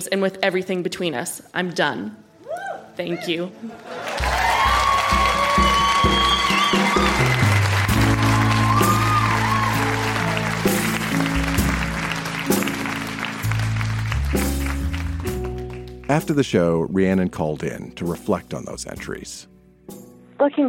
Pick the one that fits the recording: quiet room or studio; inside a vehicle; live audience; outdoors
live audience